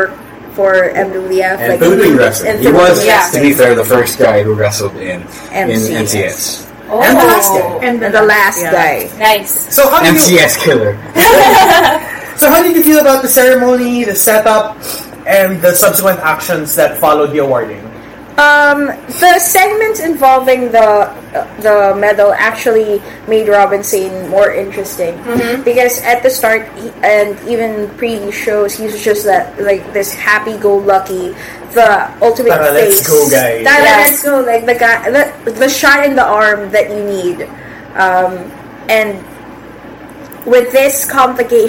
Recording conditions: poor sound quality